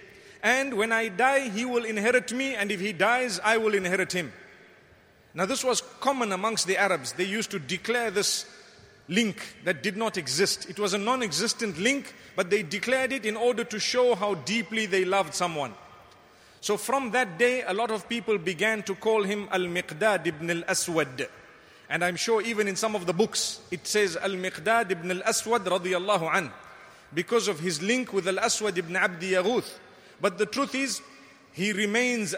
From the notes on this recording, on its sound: Delivered at Tuanku Mizan Zainal Abidin Musjid